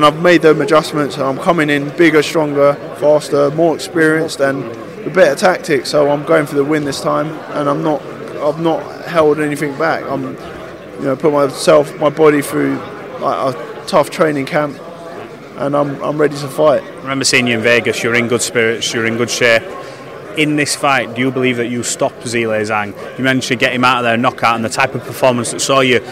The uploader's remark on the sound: at the final press conference